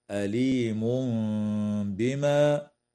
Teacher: ويقلب ميما مع الغنة والإخفاء عند الباء